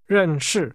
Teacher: Whereas Northerners will leave particles and the last syllable of certain compound words unstressed, people from Taiwan or Hong Kong are more likely to give equal stress to each syllable